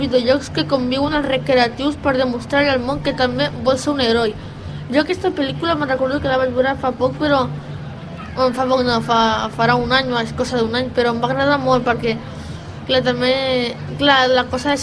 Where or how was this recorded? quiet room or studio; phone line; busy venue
busy venue